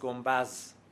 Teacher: و بعضی از کلمات دو تلفظ دارن. کلمه گنبد تلفظ رسمیش با داله، تلفظ فصیحش، تلفظ گفتاری و عامیانش با زس